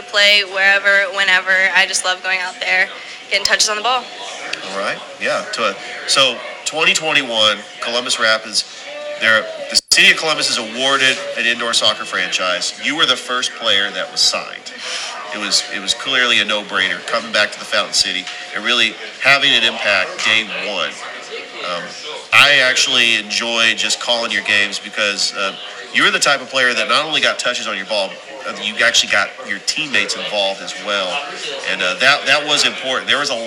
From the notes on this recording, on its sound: Live show at Ivy Park Sports Bar and Grill.